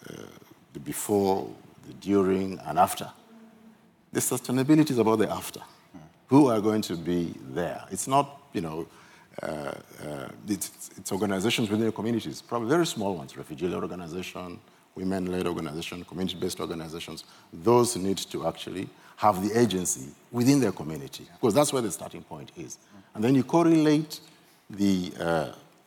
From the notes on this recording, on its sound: This episode is a recording of the closing panel of the Humanitarian Xchange (Hx) conference which took place in London on 20 February 2024.